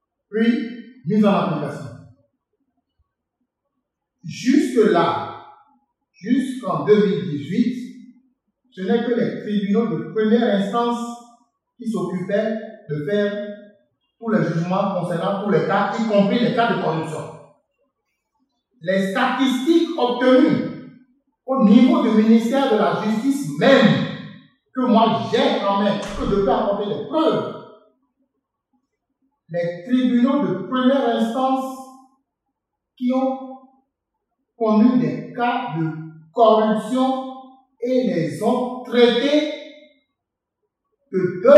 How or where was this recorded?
live audience